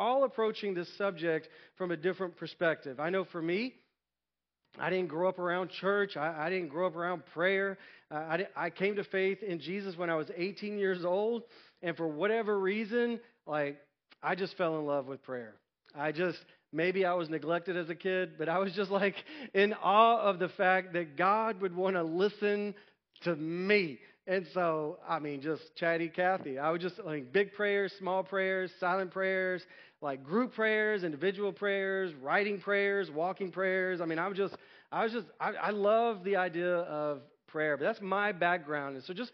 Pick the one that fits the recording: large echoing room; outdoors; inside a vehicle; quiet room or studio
large echoing room